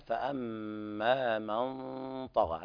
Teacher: إخفاء حقيقي لوقوع الطاء بعد النون الساكنة